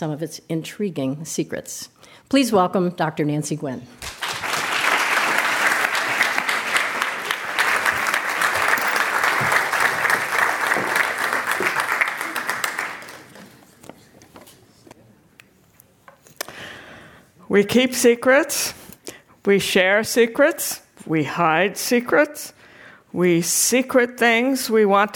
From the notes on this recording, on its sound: This program was recorded in front of a live audience at The Commonwealth Club in San Francisco.